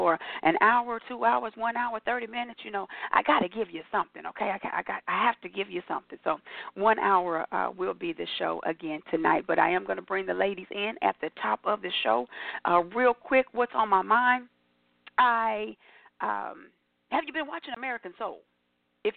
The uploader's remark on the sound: your phone calls, comments, questions and more